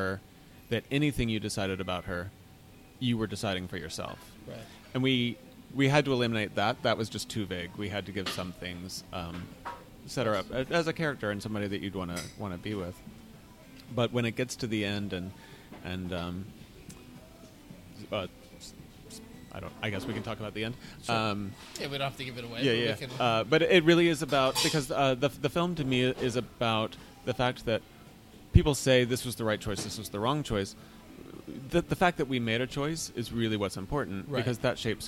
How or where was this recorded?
busy venue